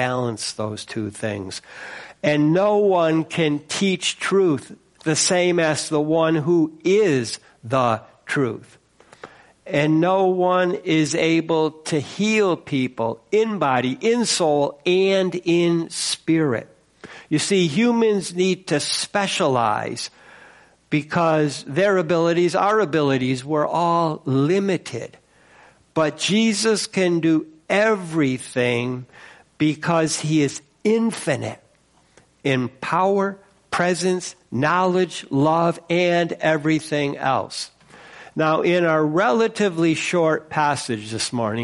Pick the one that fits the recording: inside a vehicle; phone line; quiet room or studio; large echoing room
large echoing room